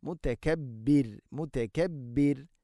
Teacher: അൽ അസീസുൽ, അൽ അസീസുൽ ജബ്ബാറുൽ മുതകബ്ബിർ, മുതകബ്ബിർ എന്നല്ല, വഖഫ് ചെയ്യുമ്പോൾ മുതകബ്ബിർ, മുതകബ്ബിർ. റാഇനെ തർഖീഖ് ചെയ്യണം, നേർപ്പിച്ചുകൊണ്ട് ഉച്ചരിക്കണം